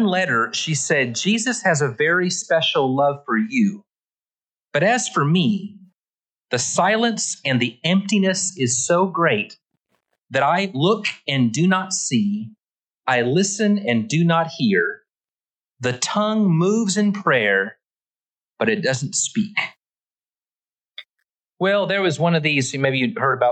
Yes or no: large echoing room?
yes